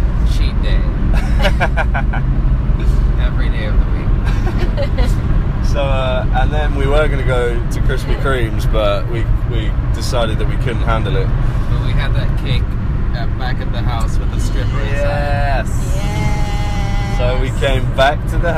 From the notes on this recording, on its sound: We're in the car, thought it would be fun, apologies for the poor sound quality!